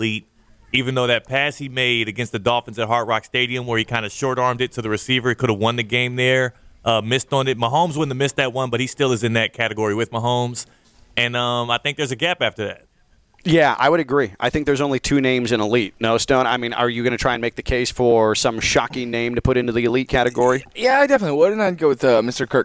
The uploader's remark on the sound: We're live from iThink Financial in Boca for another Shred Day!